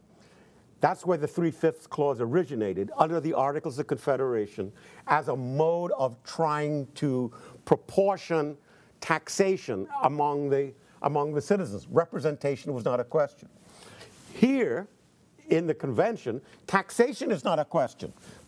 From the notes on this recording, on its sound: in front of a teacher audience